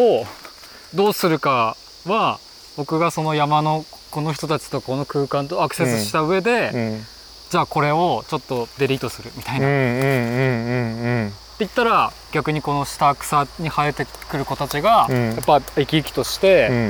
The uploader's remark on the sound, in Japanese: 誰かと散歩しながら収録しております。青森県野辺地町の 自遊木民族珈琲 の。現在お世話をしている森の中を散歩しながら、いろいろお話をしてみました。